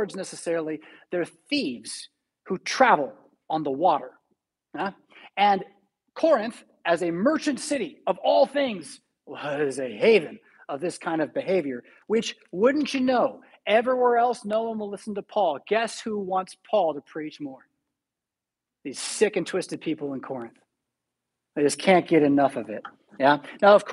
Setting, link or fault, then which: setting, large echoing room